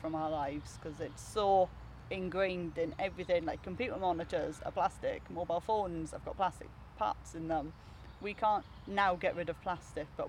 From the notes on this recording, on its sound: This one was recorded in the park earlier this summer, so you can hear more birdsong than you would in our usual studio.